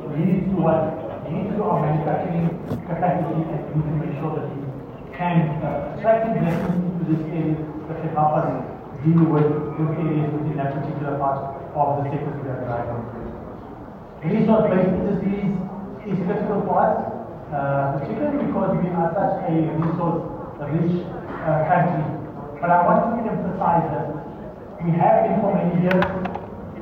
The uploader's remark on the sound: Zhejiang Jinhua-South Africa Trade & Investment Promotion Conference, held at the Gallagher Convention Centre.